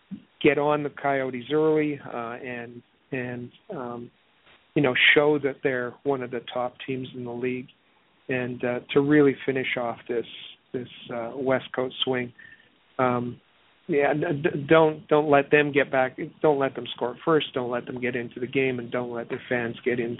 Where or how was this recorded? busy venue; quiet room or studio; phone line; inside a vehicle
phone line